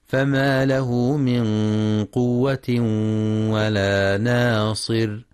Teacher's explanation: ينتبه القارئ لمد الصلة الصغرى في فما له من، وللإخفاء الحقيقي في من قوة مع تفخيم الغنة، وكذلك ترقيق النون في ناصر دون أن تتأثر بما جاورها.